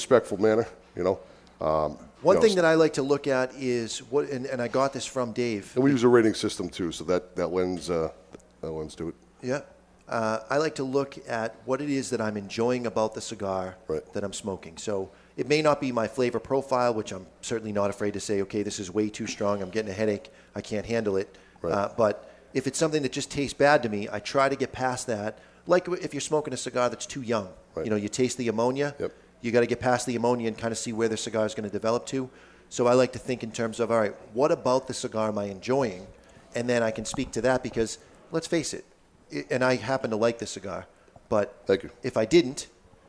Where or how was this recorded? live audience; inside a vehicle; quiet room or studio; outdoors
live audience